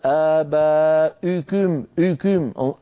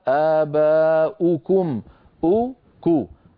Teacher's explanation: واو ضمة ليس معها ارتفاع لوسط اللسان · Shown in: second take